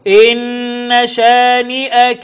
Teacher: حرف غن مشدد، هنغن النون بزمن حرفين · Term: النون المشددة